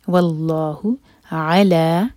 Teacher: ع ایک حرکہ اور لا دو حرکہ لمبا، لام پر فتحہ ساتھ میں ہے الف مکسورہ.